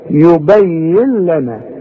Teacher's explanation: عندي نون بعدها لام، يبين لنا، هنلغي النون. يبين لنا ادغام كامل